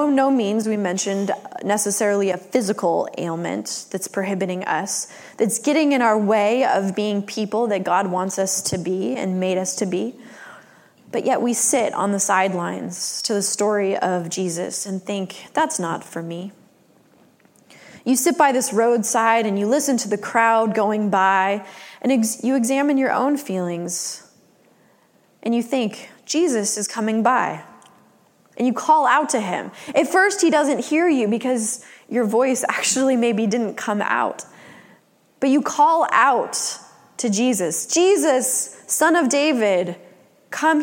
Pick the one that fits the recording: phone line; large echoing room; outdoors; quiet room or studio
large echoing room